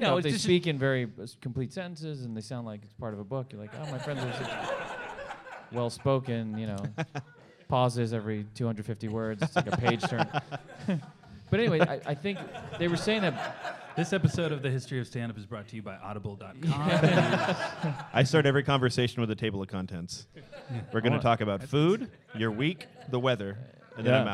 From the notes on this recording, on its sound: Recorded Live at Dynasty Typewriter at the Hayworth in Los Angeles. For a special live episode of The History of Standup.